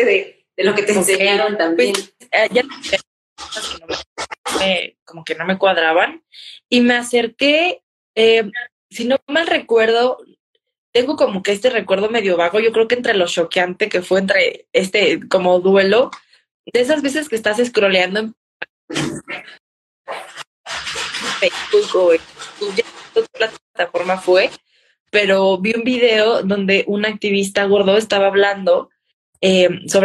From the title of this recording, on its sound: Instagram Live